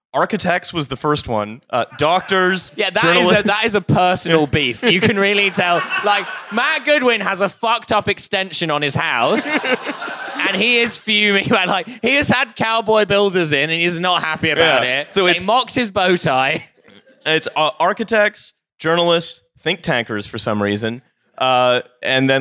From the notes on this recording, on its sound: TF Live in Glasgow. We performed live at Slay in Glasgow.